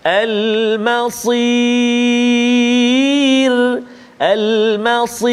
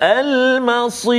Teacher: sod yang baris bawah kan? Ha, jadi, bunyi ra tu nipis. · Shown in: first take